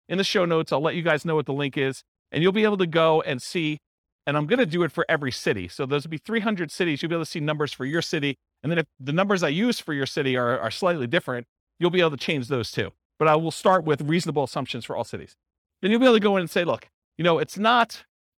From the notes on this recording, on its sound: This was a live class recorded